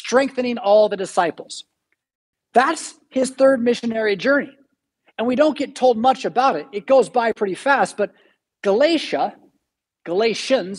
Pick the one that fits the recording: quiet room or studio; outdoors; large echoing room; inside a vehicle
large echoing room